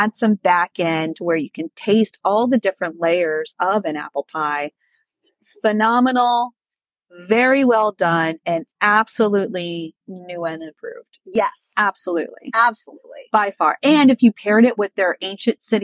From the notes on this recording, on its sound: back in the car